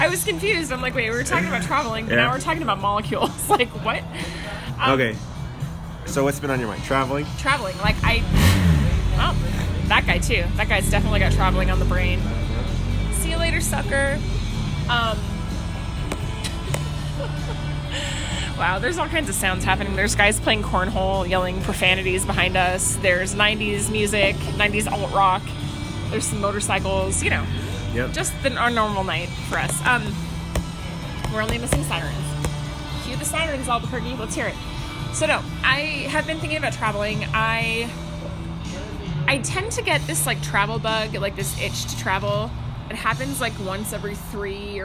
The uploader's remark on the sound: Background Noise